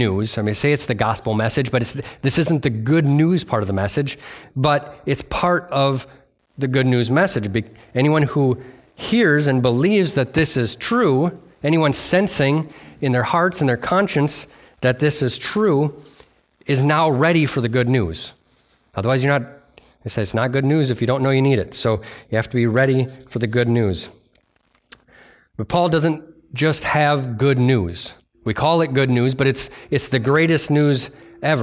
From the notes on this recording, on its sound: delivered on November 19th, 2023 at Bible Center Church in Maiden Rock, Wisconsin